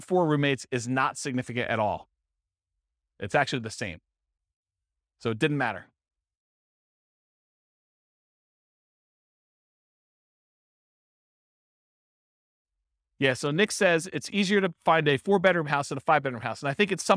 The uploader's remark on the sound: This was a live class recorded